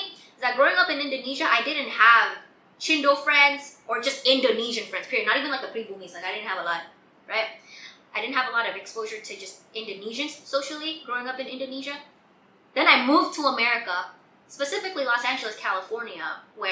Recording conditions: poor sound quality